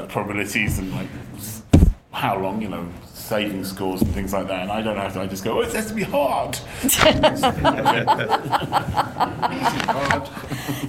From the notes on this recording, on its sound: Special: Rivers of London Panel at Dragonmeet 2021.